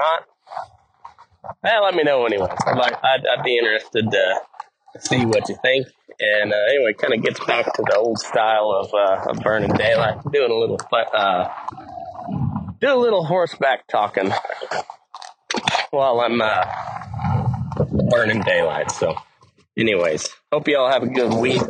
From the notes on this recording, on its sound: Pardon the audio quality, its been a while since I've recorded on horseback!